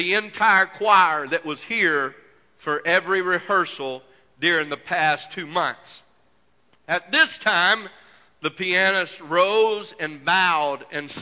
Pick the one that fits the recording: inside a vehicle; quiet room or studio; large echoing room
large echoing room